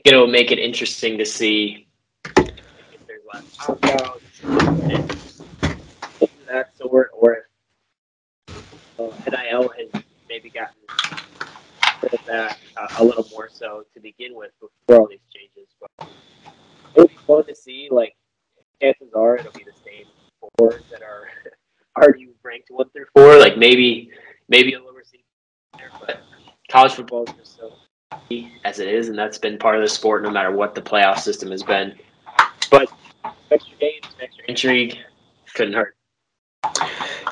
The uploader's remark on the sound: We are aware of the potential audio issues